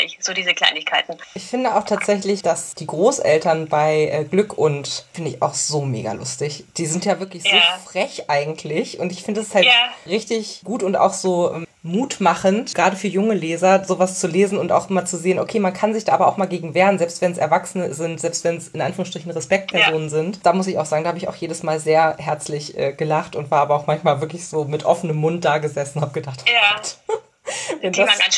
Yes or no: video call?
yes